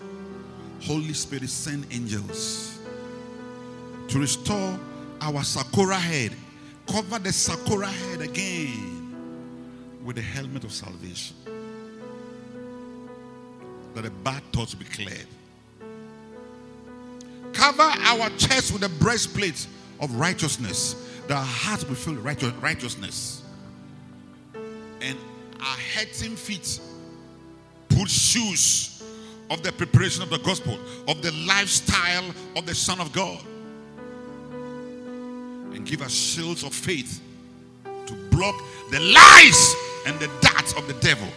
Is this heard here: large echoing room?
yes